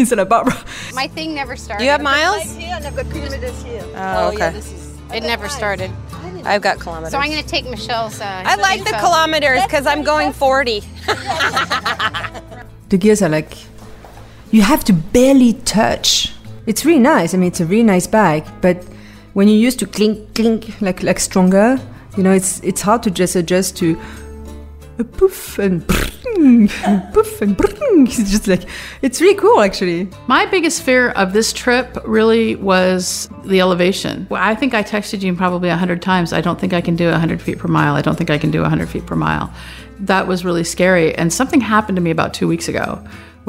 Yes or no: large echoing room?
no